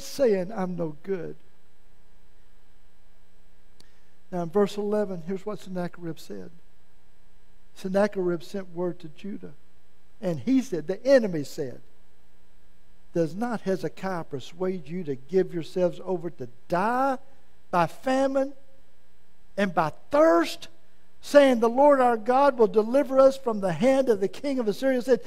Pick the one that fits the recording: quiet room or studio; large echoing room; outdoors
large echoing room